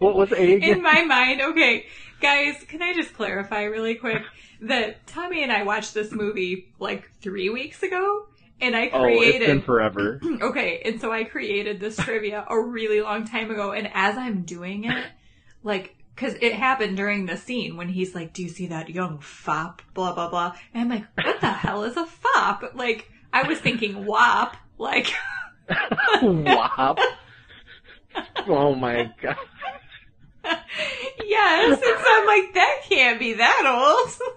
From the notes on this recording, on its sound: Sorry for the audio